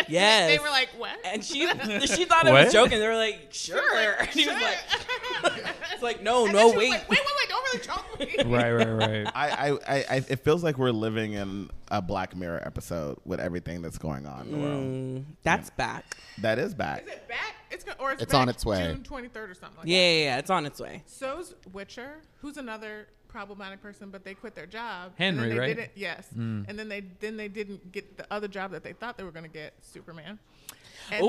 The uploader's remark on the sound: Welcome to our live podcast on location at the Perkins&Will’s NY studio! Take some live studio audience questions.